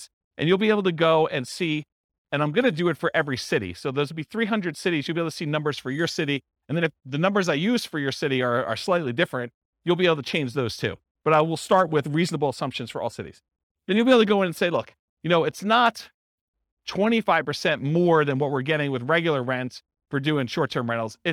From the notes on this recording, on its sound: This was a live class recorded